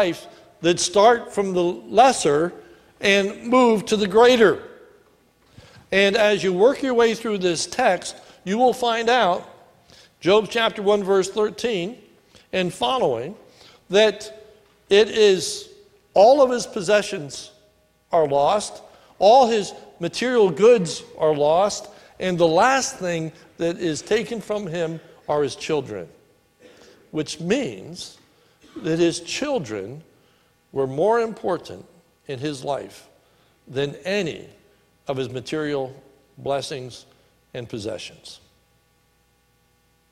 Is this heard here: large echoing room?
yes